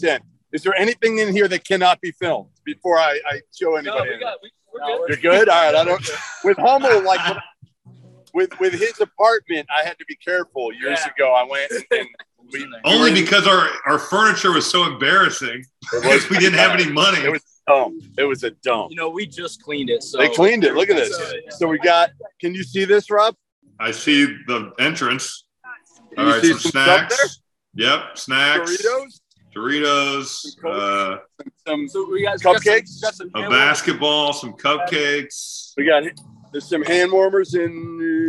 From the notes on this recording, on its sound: Camps Out With Angry Texas Tech Fans. Is LIVE from Lubbock, Texas ahead of one of the biggest games of the season!